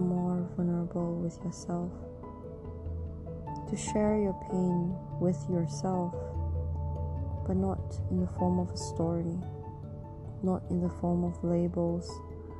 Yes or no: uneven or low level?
yes